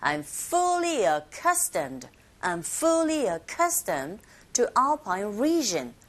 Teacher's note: Accustomed에 U 철자 윗부분에 강세가 있죠. 그래서 어로 시작한 이 모음 자체는 앞에 fully와 연결이 됩니다. 강세를 받지 않기 때문에.